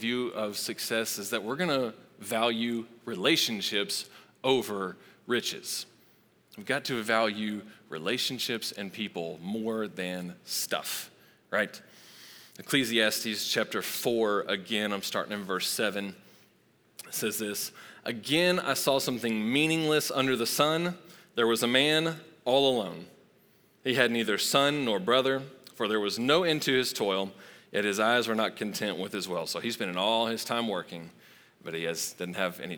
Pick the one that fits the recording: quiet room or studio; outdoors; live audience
live audience